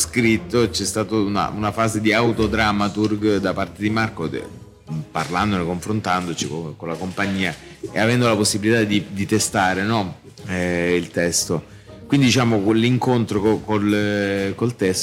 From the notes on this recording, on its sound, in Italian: Primo episodio speciale di prefestival in diretta dal Foyer del Teatro Kismet di Bari.